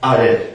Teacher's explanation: Das Aleph ist eben kein A, sondern es ist immer, haben wir gesagt, dieser Stimmansatz oder dieser neue Stimmansatz.